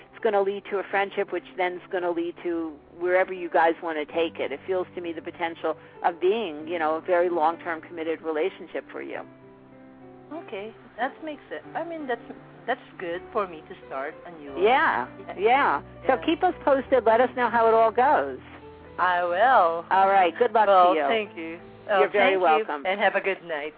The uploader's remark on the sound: live call-in radio talk show